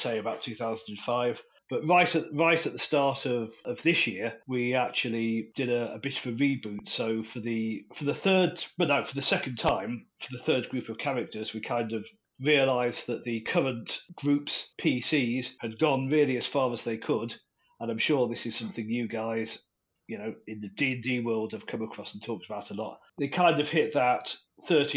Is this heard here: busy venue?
no